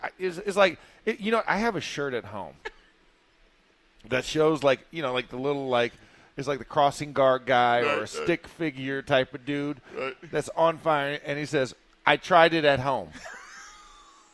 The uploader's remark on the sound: In the Locker Room Live from Steelers Camp Day 5